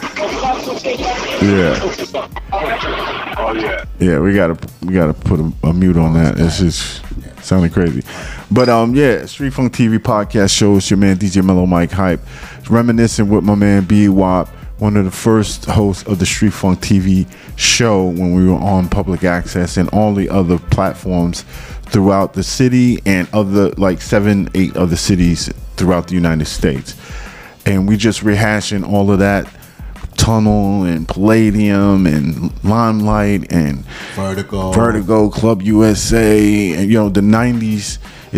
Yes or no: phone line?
yes